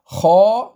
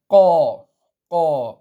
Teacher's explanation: أما بقية الحروف الثلاث وهي الغين والقاف والخاء فإنه يتصعد الصوت بدون أن ينحصر بين اللسان والحنك الأعلى · Term: منفتحة